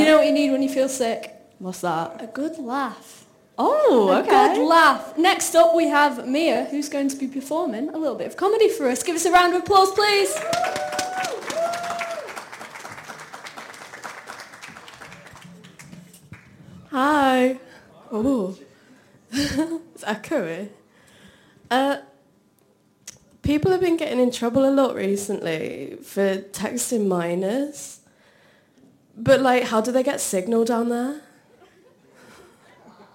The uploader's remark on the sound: Broadcast live from the University of Salford's MediaCity Campus foyer on 31 October 2023. Utter Radio's monthly open mic show - broadcast live from the University of Salford's MediaCity Campus foyer.